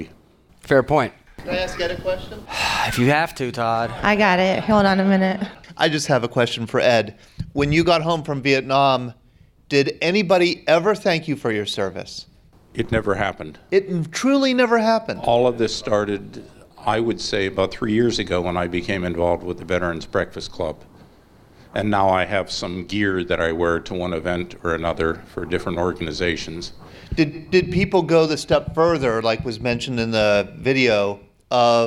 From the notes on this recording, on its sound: we present a live recording of our Post-9/11 Veterans Storytelling event in Beaver County, Pennsylvania